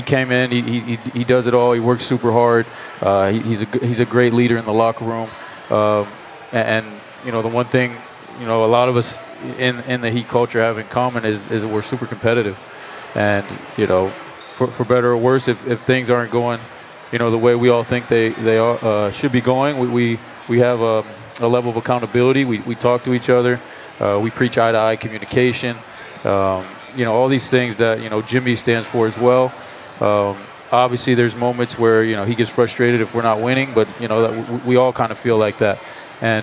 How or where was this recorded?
busy venue